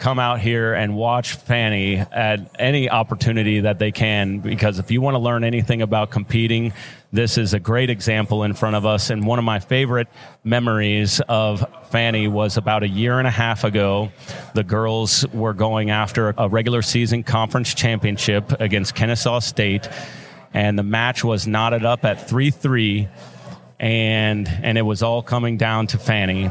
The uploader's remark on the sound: Live at the Collegiate Open